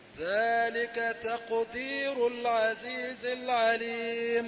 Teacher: تاء رقيقة القاف مفخمة